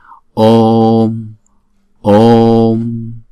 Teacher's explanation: Vì chữ ô là diphthong cho nên chúng ta đọc hai nhịp. Chúng ta kéo dài chữ ô trước rồi chúng ta mới đóng chữ ô lại sau.